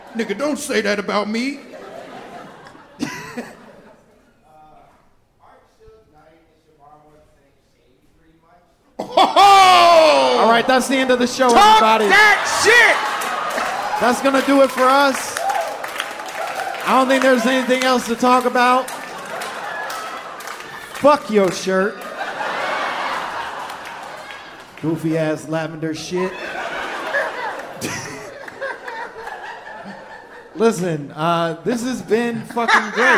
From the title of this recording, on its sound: Live from NYC!